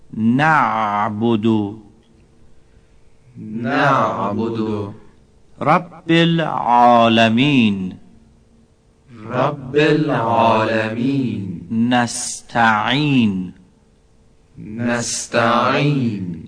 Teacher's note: حرف عین هم با نرمی و غلظت خاصی از وسط حلق